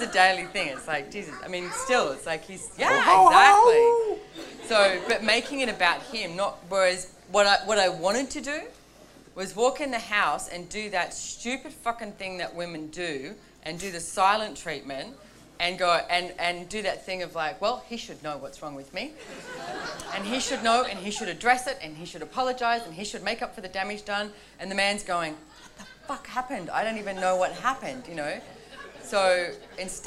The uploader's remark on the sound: This audio was taken from a Relationships Done Different - The Beginning class in Noosa, Australia in December 2018.